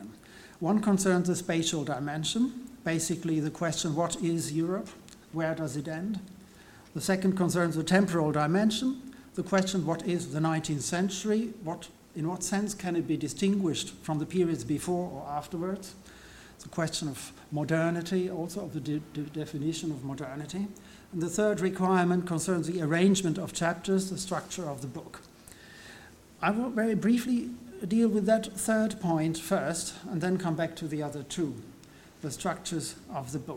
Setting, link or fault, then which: setting, large echoing room